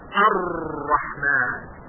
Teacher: تکریر در لغت به معنای تکرار شدن هست و در تجوید قابلیت تکرار بسیار سریعی که در حرف را وجود دارد